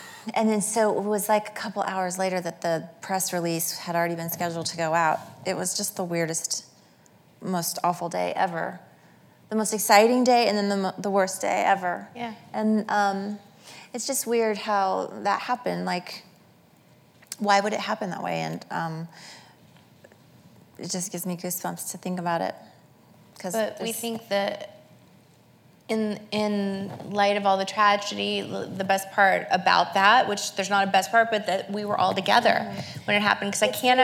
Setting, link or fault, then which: setting, live audience